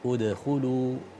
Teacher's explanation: الدال مقلقلة ما تضم، ما تضمها مع اللي بعدها